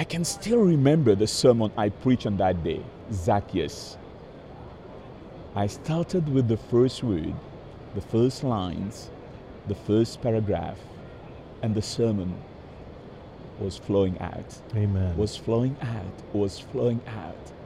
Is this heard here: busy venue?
yes